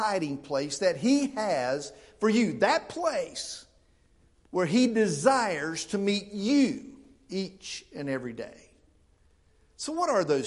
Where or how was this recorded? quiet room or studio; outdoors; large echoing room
large echoing room